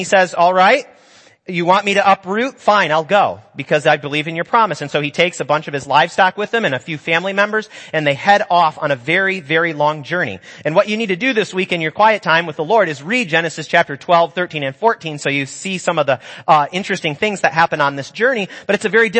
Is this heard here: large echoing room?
yes